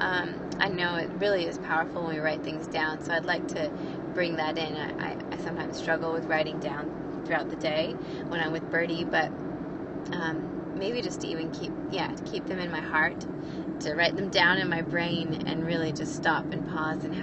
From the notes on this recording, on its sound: In this episode I share raw and real from my heart while driving in my car.